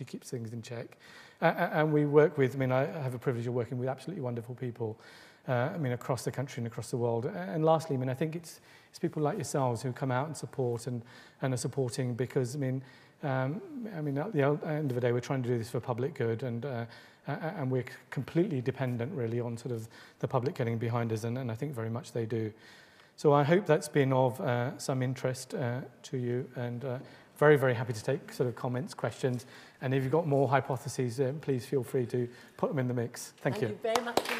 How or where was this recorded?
large echoing room